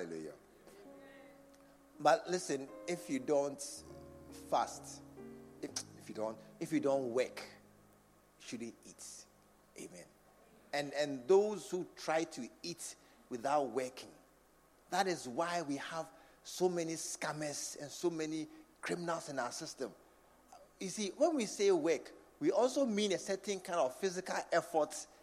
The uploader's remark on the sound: Preached at the True Vine Cathedral